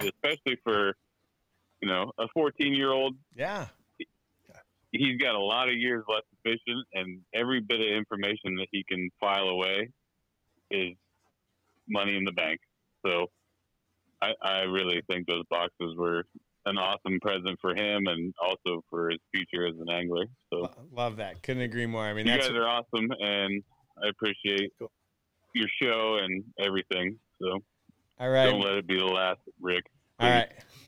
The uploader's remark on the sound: with the phone lines open live and in real time, the listeners get in on the action as well